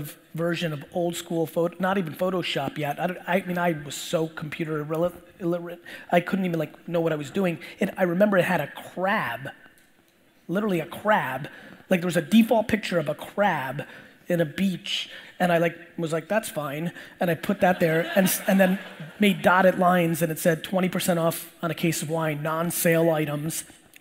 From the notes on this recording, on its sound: Today's episode is a throwback keynote! I use the majority of the time to provide the audience as much value as possible with a 50 minute Q&A around business strategy in 2020.